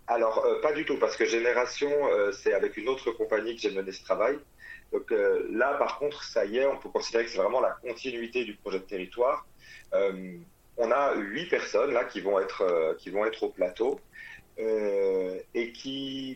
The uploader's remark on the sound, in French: Interview téléphonique.